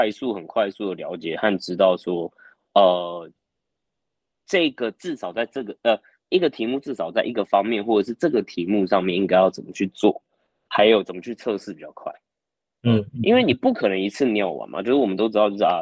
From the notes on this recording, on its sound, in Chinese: 這個系列是我在新加坡跟別人聊天交流的一些對話。音質不會那麼好，因為大多是用會議軟體錄製的，請見諒。